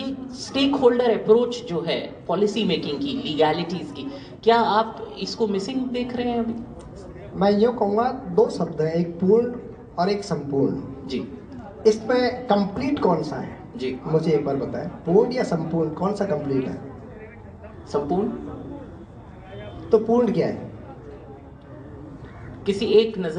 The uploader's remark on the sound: The Sessions have been recorded at The Jaipur International Poetry Festival.